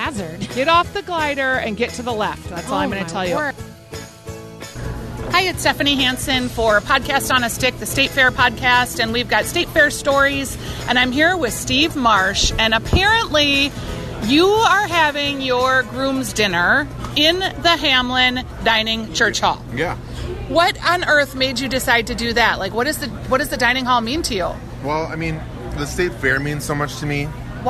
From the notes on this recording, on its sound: A Groom's Dinner at the State Fair? It's Day 10 from the Minnesota State Fair. Live from the Hamline Dining Hall.